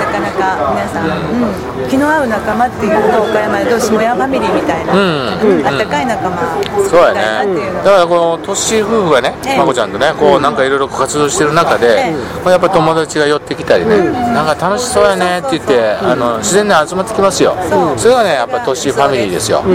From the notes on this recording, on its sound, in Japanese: 岡山駅前のイオンのスタバにて